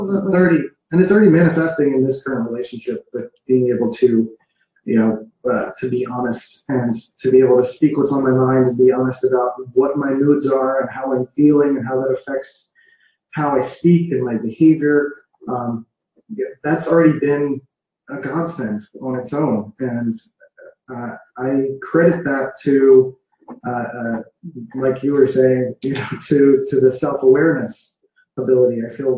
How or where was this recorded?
video call